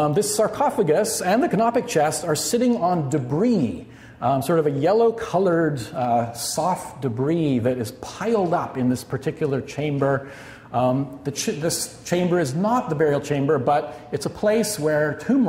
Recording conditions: live audience